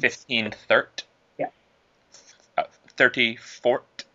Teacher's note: doesn't pronounce the last syllable of a lot of scores · when the score ends in Y, she doesn't pronounce it